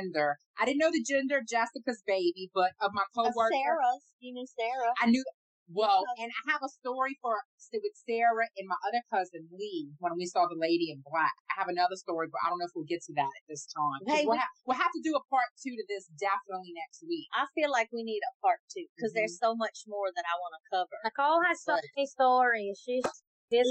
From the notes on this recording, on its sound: Excuse the audio, first timers here